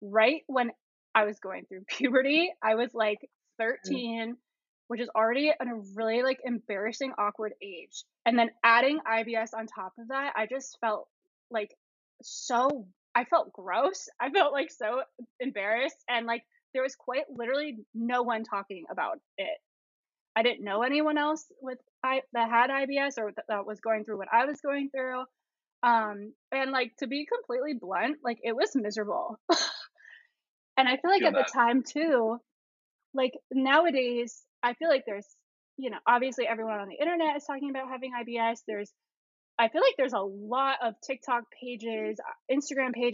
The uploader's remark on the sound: Bear with us while we sort through the audio issues LOL.